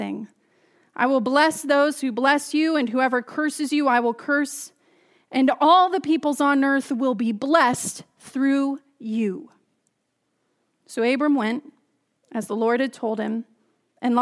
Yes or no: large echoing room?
yes